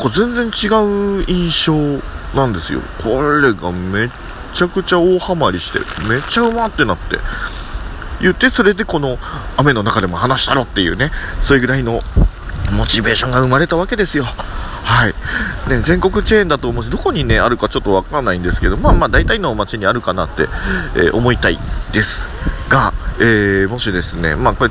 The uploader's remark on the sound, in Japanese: 今回はちょっと雑音まじりです！なぜなら暴風雨の中だからです！